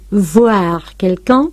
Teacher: Voir quelqu'un es con V inicial, labio dental.